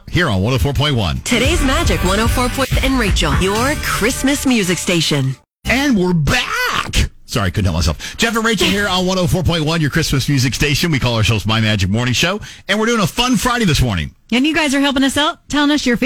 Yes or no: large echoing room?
no